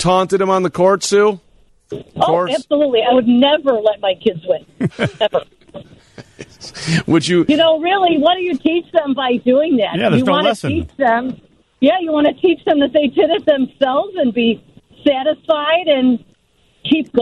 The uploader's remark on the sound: open the phone lines